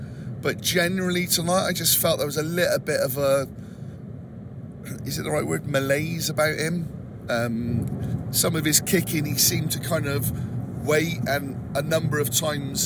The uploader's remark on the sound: A podcast recorded in the car on the way home